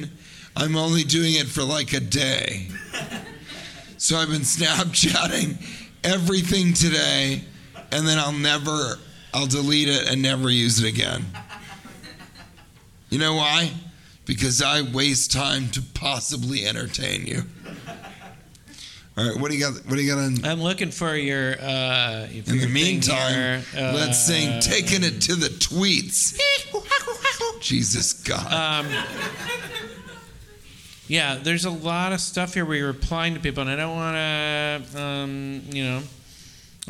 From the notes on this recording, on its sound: Recorded Live in San Diego.